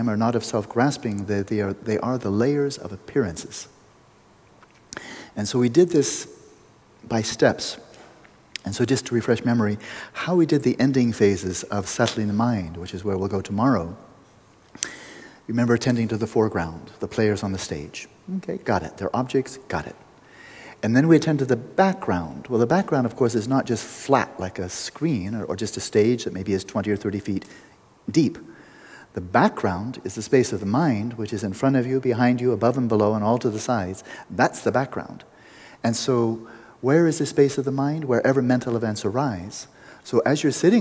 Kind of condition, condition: setting, live audience